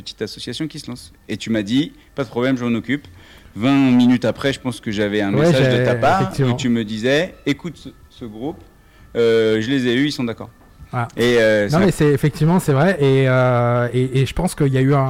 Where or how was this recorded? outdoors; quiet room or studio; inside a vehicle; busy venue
busy venue